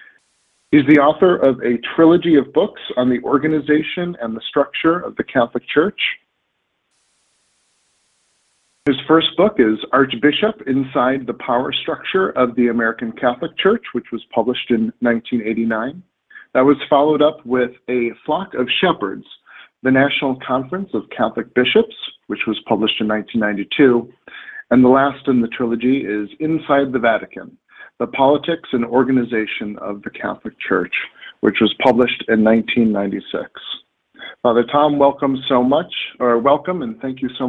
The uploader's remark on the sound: This teleconference